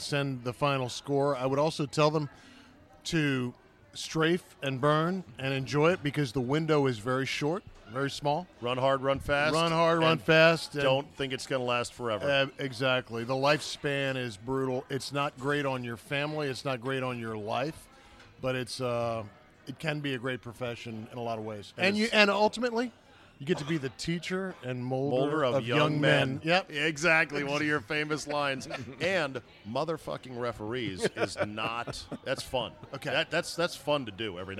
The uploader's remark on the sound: Out to dinner at DC Prime in Ashburn this week. RECORDED LIVE at DC PRIME STEAKS in Ashburn VA.